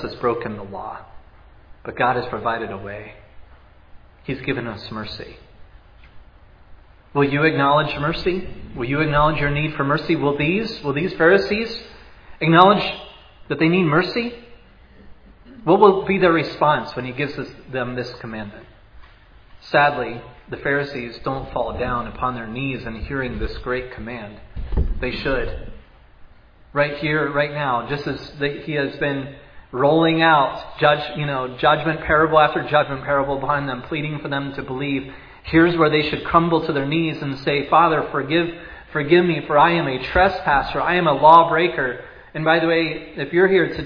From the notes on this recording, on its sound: was preached at Providence Church on Sunday, March 13, 2022